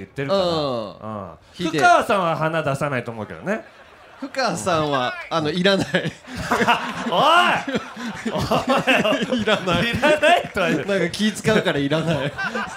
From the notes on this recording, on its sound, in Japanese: ラジオパークで行った公開収録の模様をお届け！！会場の皆さんで録ったジングルも...!?